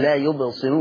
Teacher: قرأ ورش بترقيق الراء في كلمه لا يبصرون وكلمه فراشا يقرأها ورش بترقيق الراء